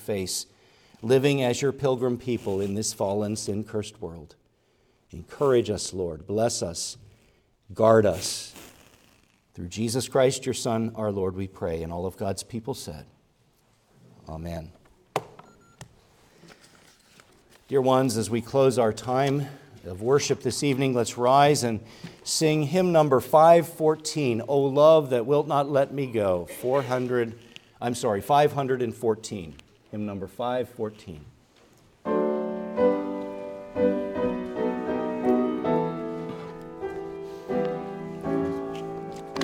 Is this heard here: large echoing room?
yes